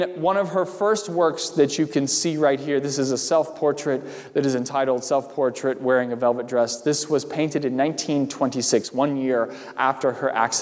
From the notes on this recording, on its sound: during the Sunday July 12, 2020 service, at First Presbyterian Church of Arlington Heights, Illinois.